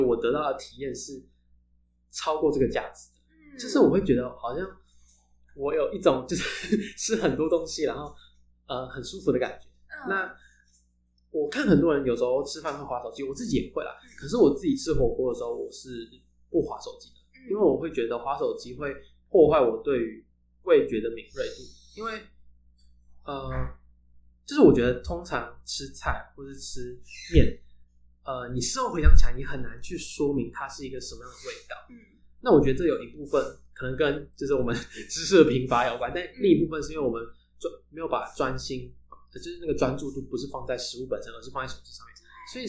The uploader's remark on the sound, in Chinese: 這一集的音質比較不好，再麻煩你拿下耳機收聽會更合適。